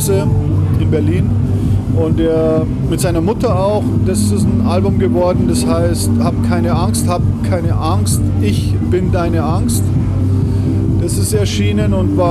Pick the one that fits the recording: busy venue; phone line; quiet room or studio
busy venue